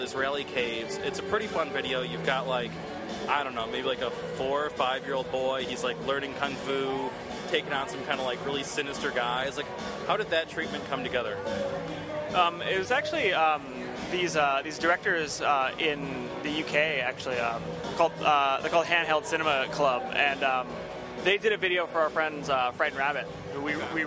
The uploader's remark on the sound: Onsite at Lollapalooza